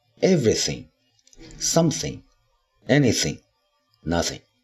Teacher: 这些不定代词呢，有一个共同点，就是重音都在第一个音节上